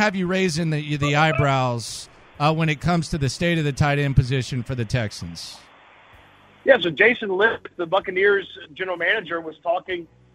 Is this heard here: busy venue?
yes